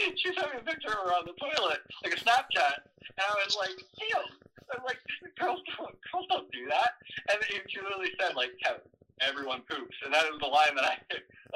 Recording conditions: poor sound quality